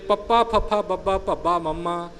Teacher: ਇਹ ਬਿਲਕੁਲ ਸਾਡੇ ਬੁੱਲਾਂ ਦੇ ਵਿੱਚ ਆਵਾਜ਼ ਆ ਗਈ